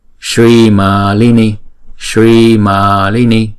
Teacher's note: Shri là hai nhịp, Ma là hai nhịp, Lini là một nhịp